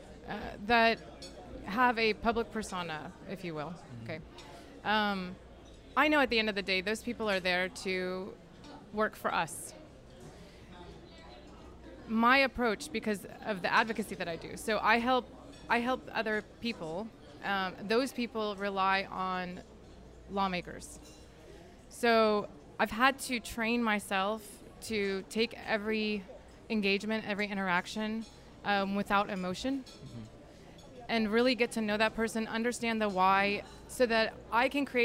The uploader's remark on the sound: Out to Lunch Acadiana was recorded live over lunch at Tsunami Sushi in downtown Lafayette.